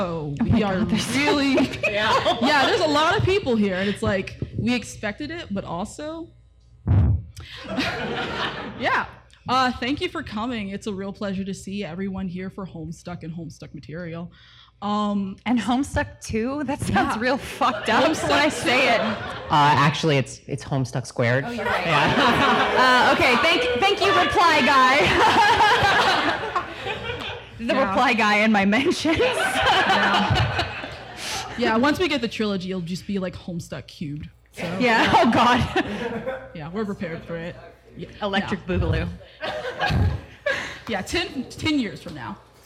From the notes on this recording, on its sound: Live in Chapel Hill. In front of a great crowd at The Pit in Chapel Hill, North Carolina.